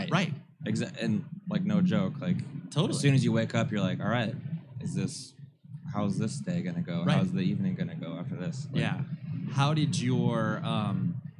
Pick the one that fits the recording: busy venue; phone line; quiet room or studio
busy venue